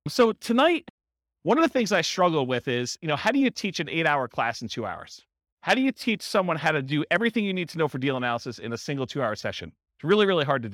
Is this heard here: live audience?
yes